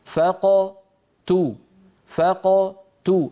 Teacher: الضم يكون مع تو ولا يكون مبكرا مع القاف، وإلا نكون قد نطقنا القاف فيها شيء من الضم، فقتلوا، هذا لا يصح وهو من عيوب القراءة.